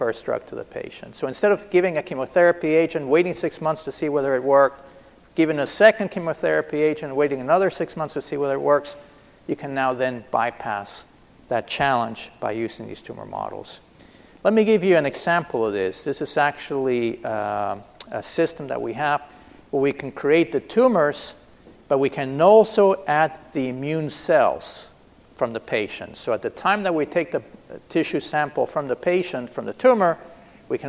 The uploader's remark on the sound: This is a keynote session from DPharm 2018.